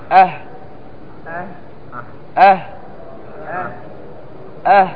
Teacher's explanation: اذا يخرج معه الهواء، فهو ماذا؟ مهموس. وهو رخو، رخو يجري معه الصوت، عندما تقول اه لاحظ اه قل اه اه اه، في زيادة في الصوت.